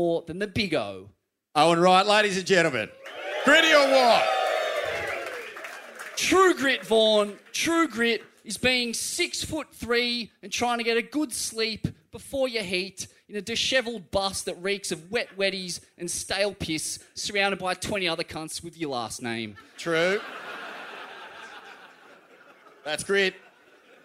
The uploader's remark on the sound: Retirement Party LIVE from Torquay